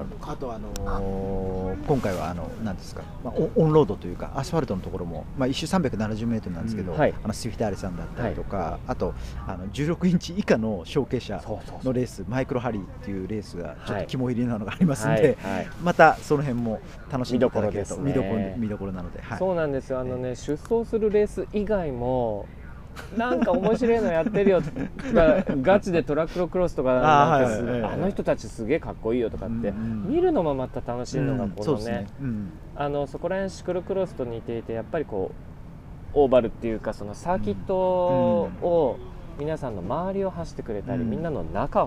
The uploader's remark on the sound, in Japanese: 収録地： さいたま市 秋ヶ瀬公園 バイクロア会場。突撃レポート。収録地： さいたま市 秋ヶ瀬公園 バイクロア会場。収録機材： ZOOM F3 (レコーダー)、 ZOOM ZSG-1, AKG D5（マイク）。